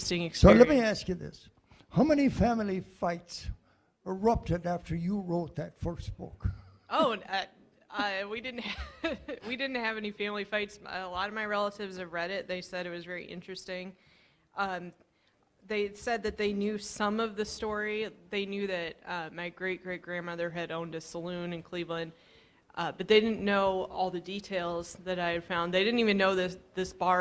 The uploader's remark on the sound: Live at the West Side Irish American Club for the G.O.A.T event.